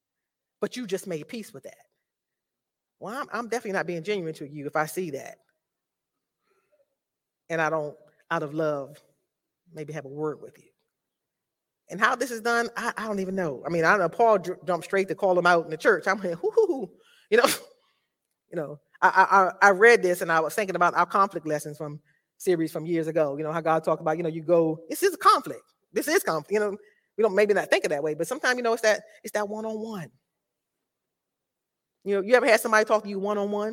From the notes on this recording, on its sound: This sermon was recorded live on September 11th, 2022 at Newark United Pentecostal Church.